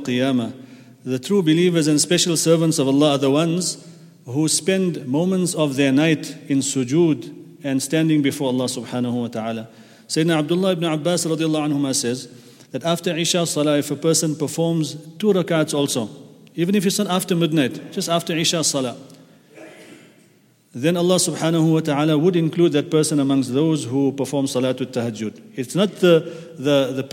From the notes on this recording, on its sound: at the Houghton Masjid (West Street)